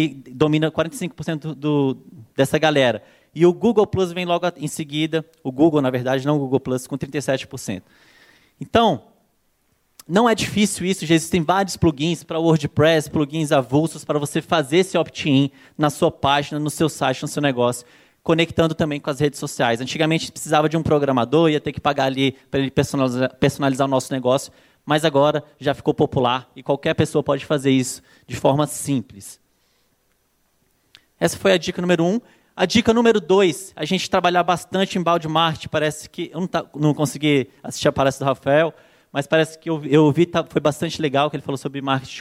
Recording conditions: live audience